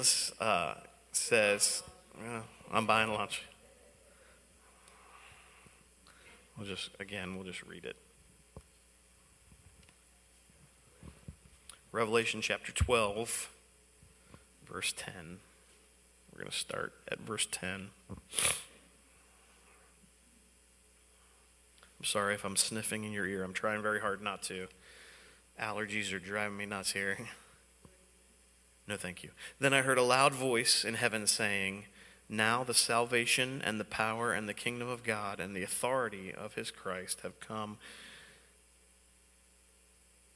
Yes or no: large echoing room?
yes